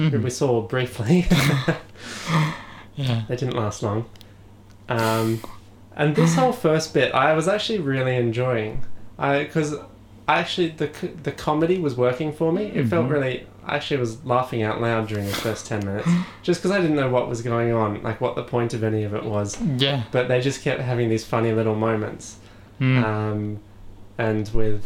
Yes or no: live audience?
no